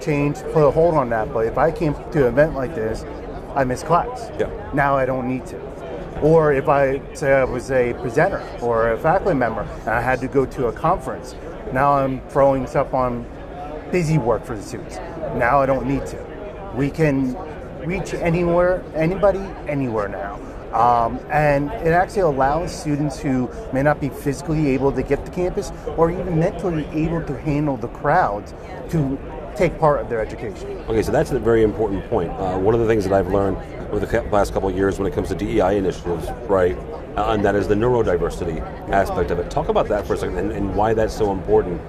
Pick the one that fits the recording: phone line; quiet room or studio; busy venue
busy venue